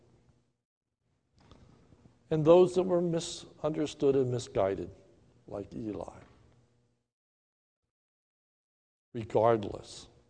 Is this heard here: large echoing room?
yes